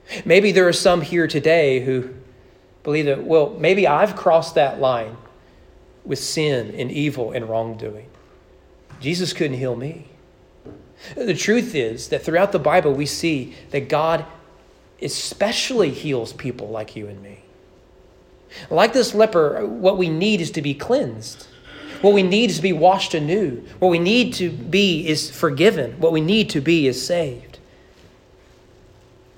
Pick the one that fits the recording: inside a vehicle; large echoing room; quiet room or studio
large echoing room